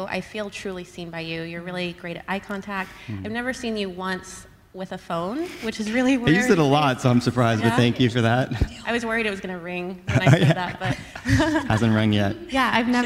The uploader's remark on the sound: During our LIVE event in Austin, TX